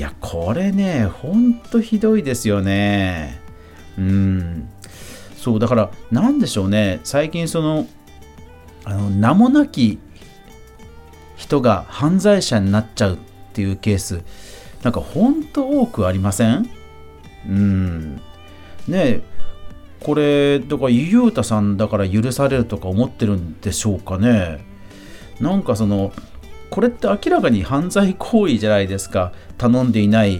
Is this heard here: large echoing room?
no